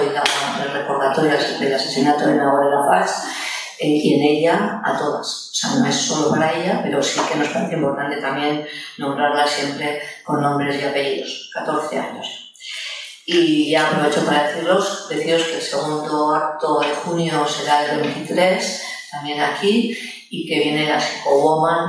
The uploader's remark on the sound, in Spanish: Os dejamos el audio de la charla-tertulia organizada por Lunes Lilas y ANAS (Escuela Social). Es una de las actividades enmarcada en el homenaje a Nagore Laffage.